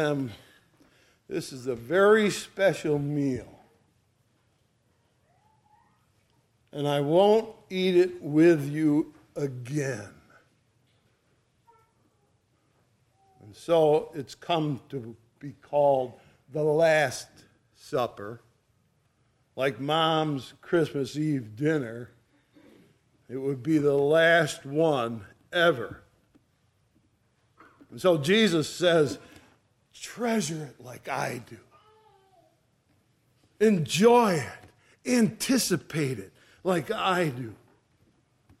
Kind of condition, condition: setting, large echoing room